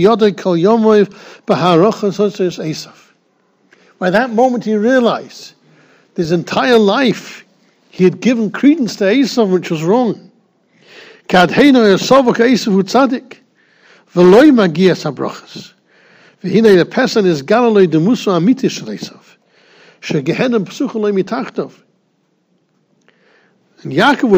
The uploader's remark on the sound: Shiur recorded in Yeshivas Ohr Reuven, Monsey, NY.